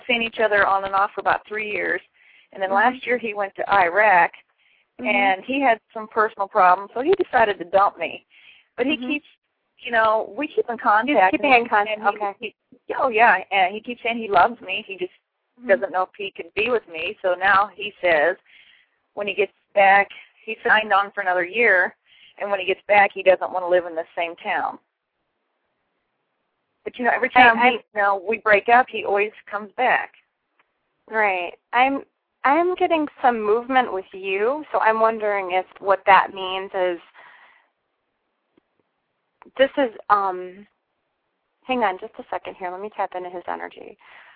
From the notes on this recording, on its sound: callers are free to call in and ask questions or request short readings